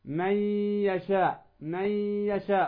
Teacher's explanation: إدغام ناقص يسقط فيه الحرف المدغم ذاتا وتبقى صفته، مثل صفة الغنة للنون